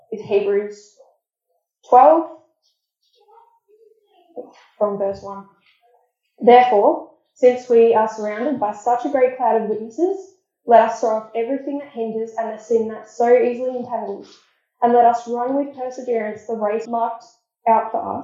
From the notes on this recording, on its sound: Apologies for the poor audio quality.